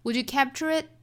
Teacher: Capture 跟后面的 it 连读是自然的辅加元连读，英音是加 r，美音是直接连读的